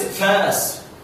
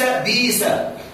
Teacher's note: في لغة أهل الحجاز تقلب الهمزة حرف مد من جنس حركتها أو من جنس حركة ما قبل لها عفوا، فيقال في فأس فأس، وفي بئر بير، وفي بئس بيسة.